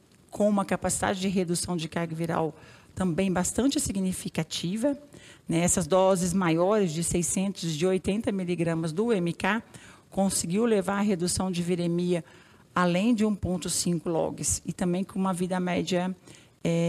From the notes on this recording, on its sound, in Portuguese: No evento ao vivo Atualizando-se Pós CROI.